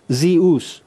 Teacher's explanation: So they would have pronounced the epsilon and the upsilon as two separate vowel sounds. Zeus. Being each pronounced and not blended as our English U.